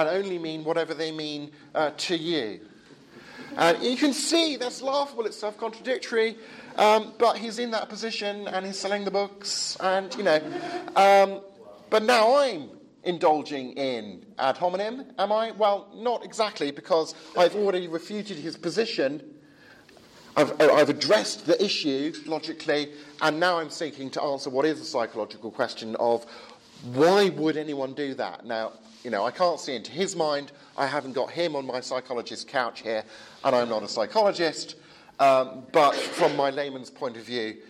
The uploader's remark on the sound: Edited lecture and Q&A time from the 'Advanced Apologetics Network' at the European Leadership Forum 2017.